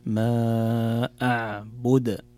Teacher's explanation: ركز على القلقلة في الدال